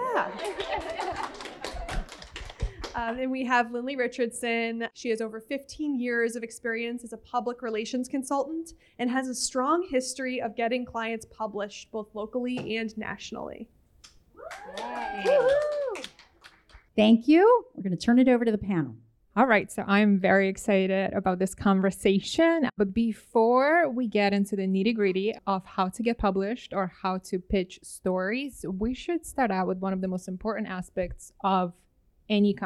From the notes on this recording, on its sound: In a lively, info-packed podcast taped in person at AjMadison’s Brooklyn showroom, experts convene.